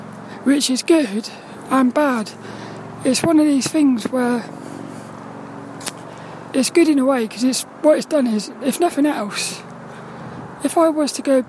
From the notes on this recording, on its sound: This 'About The Tings' episode is a Walk and Talk around the woods.